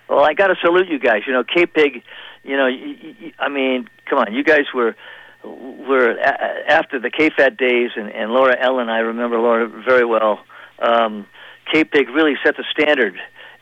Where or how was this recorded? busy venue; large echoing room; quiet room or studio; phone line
phone line